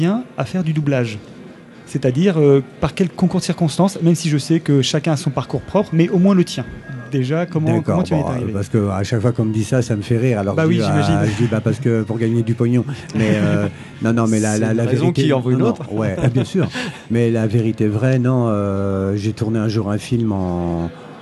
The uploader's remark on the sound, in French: Au coeur de la convention du Fantastique de Rouen